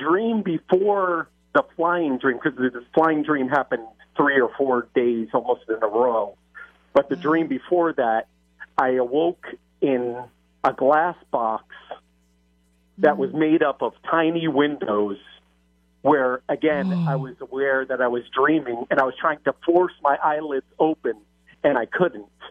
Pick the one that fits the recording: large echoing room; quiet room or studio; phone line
phone line